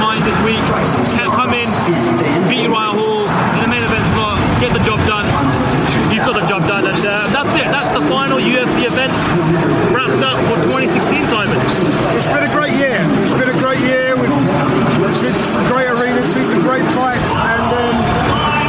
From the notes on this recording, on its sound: record this week's show live from Octagonside at UFC Fight Night: Mousasi v Hall 2 in Belfast, Northern Ireland